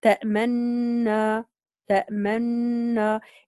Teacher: عندما نصل إلى النون الساكنة نضم الشفتين لنبين أن الحرف هنا مضموم · Term: الإشمام